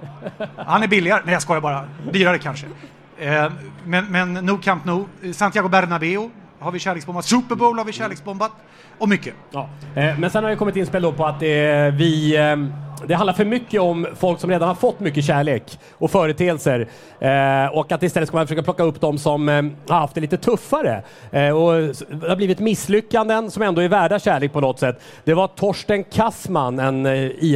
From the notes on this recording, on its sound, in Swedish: Återigen dags för livepodd med publik.